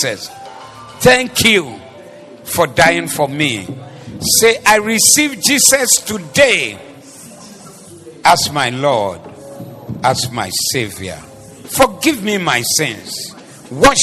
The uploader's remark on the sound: Preached at the Zeloo Service.